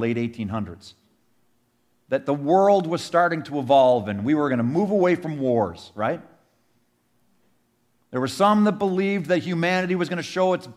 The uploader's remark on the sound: Sermon audio from our 2023 Easter Sunday service.